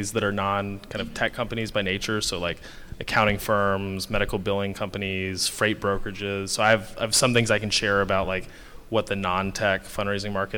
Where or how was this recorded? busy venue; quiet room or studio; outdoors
busy venue